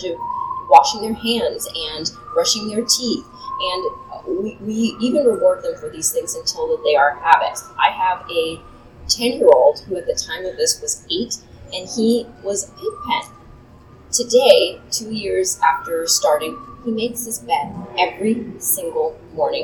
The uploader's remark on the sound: This podcast was recorded live at #fincon22, and the sound quality is less than perfect.